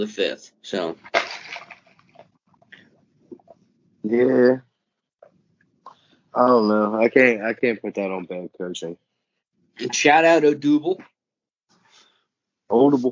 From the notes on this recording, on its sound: The boys meet up virtually through skype.